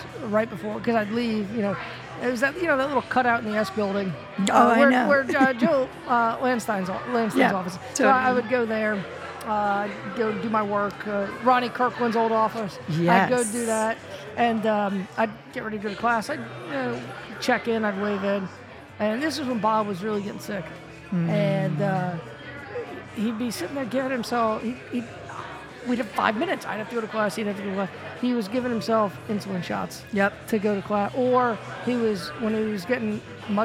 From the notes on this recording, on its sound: Gathered downtown Wilmington, NC between 3pm and 5pm at the Pour Tap Room on Front Street to have drinks, fellowship, and share stories about Bob.